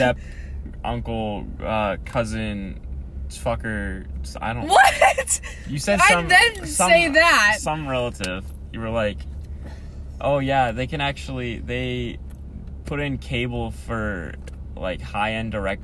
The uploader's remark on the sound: This is a podcast where I hang out with friends in my car before school starts and talk about whatever is on our minds.